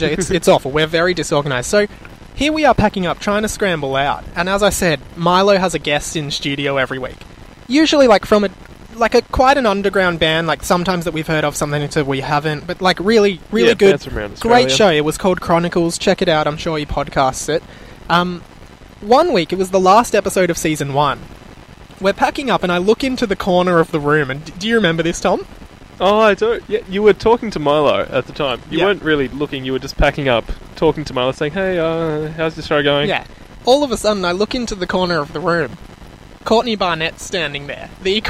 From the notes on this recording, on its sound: With a live audience. Apologies for the static sound, it was the best sound we could achieve from the Outside Broadcast Equipment.